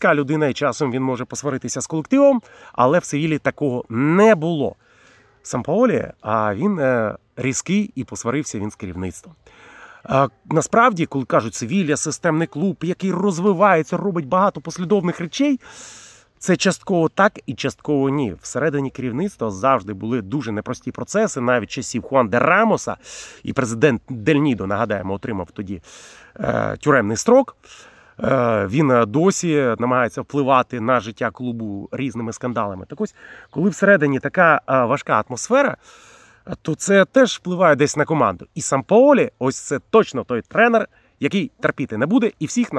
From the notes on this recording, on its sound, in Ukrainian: Цього разу він записує свій влог не з комфортної студії, а з джунглів Чернігівщини, де проходить службу у Збройних силах України.